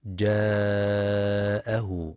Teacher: ينتبه القارئ للمد المتصل جاءه، يمد 4 أو 5 حركات في رواية حفص من طريق الشاطبية